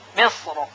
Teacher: در کلمه مصر در وقت بر حرف را ساکن این حرف یعنی را تفخیم میشه